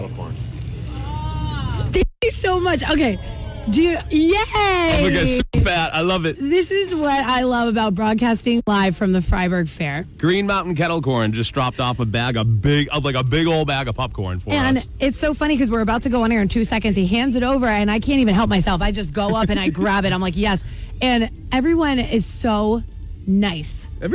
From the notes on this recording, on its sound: Live from the Fryeburg Fair!